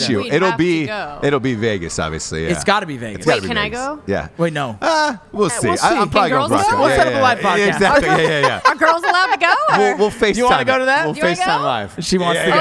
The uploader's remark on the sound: As they go live from an LA dive bar.